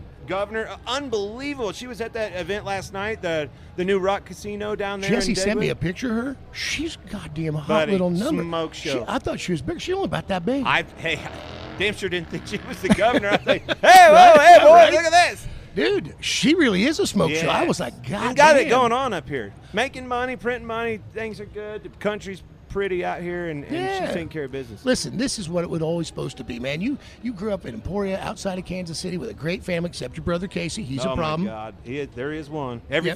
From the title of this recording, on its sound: LIVE FROM STURGIS